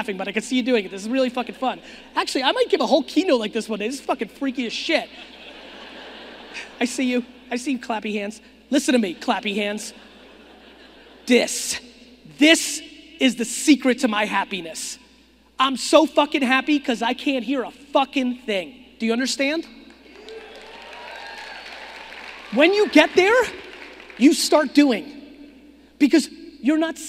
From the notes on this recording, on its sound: a keynote I gave back in 2018 in Phoenix, Arizona!